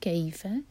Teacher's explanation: فتح کے ساتھ یا جڑے گا تو یہ ہے مدلین، کئی سافٹ پڑھیں گے